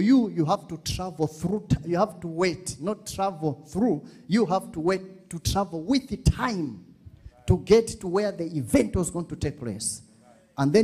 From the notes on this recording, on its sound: This episode was extracted from our Live Church Service on 28_02_2021